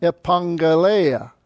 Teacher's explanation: When you have double gamma, the first gamma is an N sound